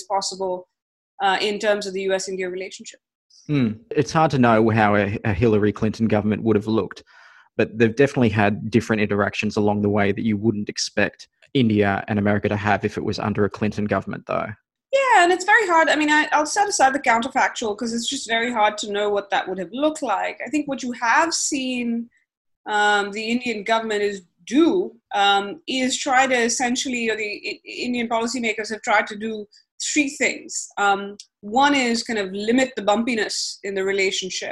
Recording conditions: video call